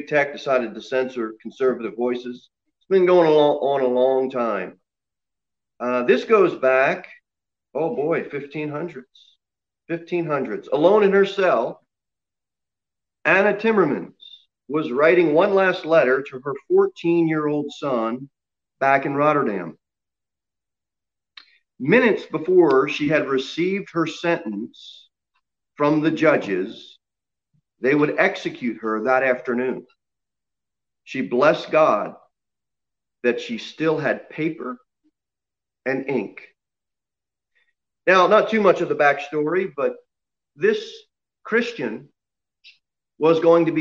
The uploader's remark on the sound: Sermon delivered at Pilgrim Baptist Church on Sunday, February 14, 2021, at 11:15 am. Jere Whitson Rd.